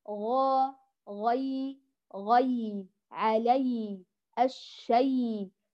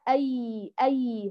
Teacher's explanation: سمعتم صوت الياء أي أي؟ هكذا يقرأ الياء اللين الفصيح، يجري صوته ولا نضغط عليه ولا نقلبه مديا